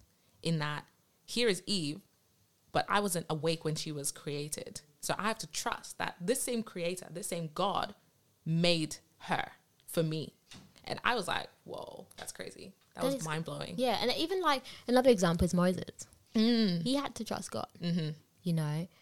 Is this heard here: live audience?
no